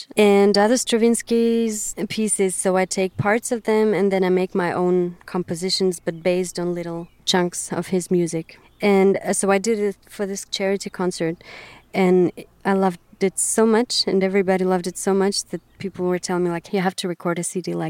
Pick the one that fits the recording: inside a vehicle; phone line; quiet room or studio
inside a vehicle